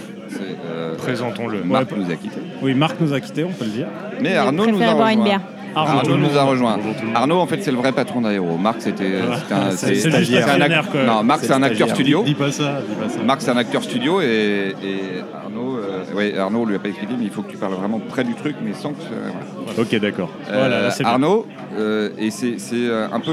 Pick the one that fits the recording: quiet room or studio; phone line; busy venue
busy venue